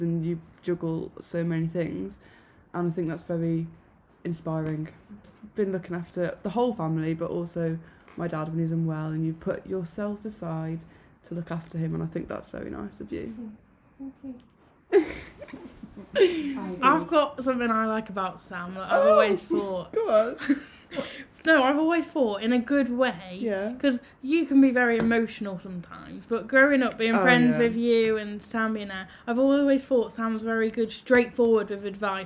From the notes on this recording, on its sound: we know the sound quality is questionable we will invest in another MIC